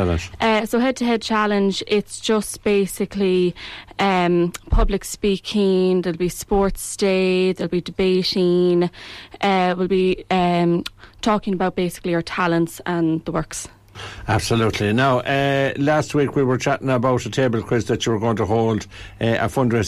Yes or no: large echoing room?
no